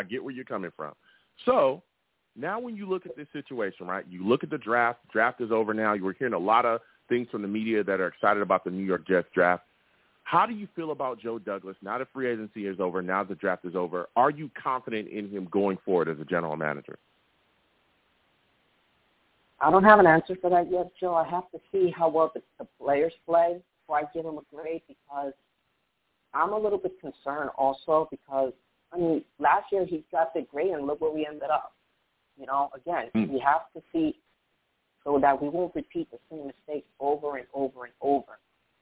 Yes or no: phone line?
yes